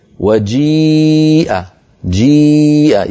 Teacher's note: ياء ساكنة قبلها مكسور يعني حرف مد وهمزة في الكلمة نفسها، فهذا أيضا مد متصل.